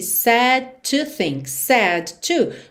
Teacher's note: made me sad to think, sad to, você junta num som só